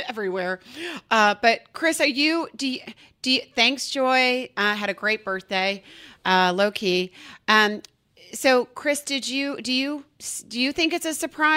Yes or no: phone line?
no